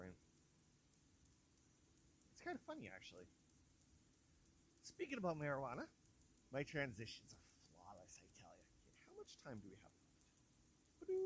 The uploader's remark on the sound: It sounds clearly now. It's been a while since I had my mic but I'm very happy with the results except it's a little quiet.